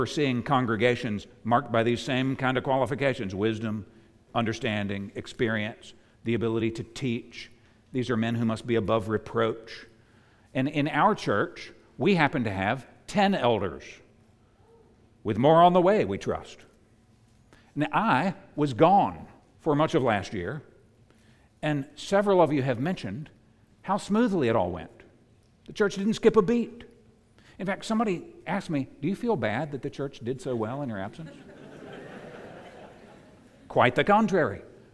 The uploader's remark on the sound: preached at the United Christian Church of Dubai